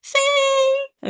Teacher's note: there is a first tone. So it's like high and flat.